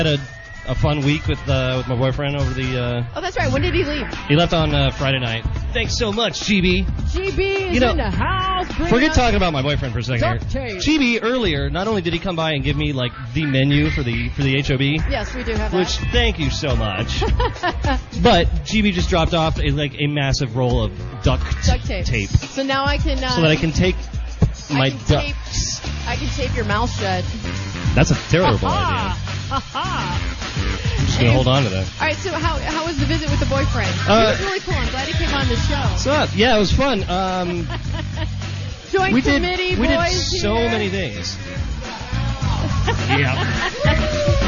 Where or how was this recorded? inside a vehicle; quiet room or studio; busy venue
busy venue